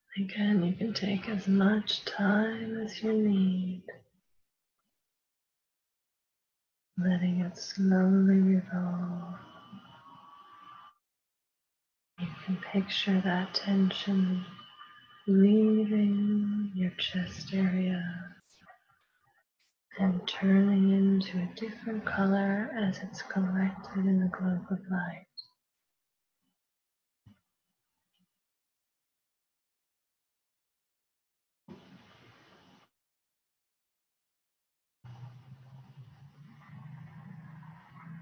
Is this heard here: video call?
yes